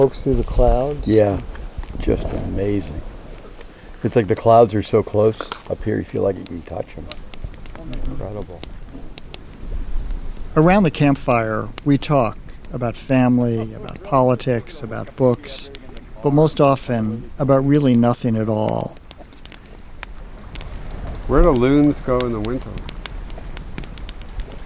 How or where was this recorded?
outdoors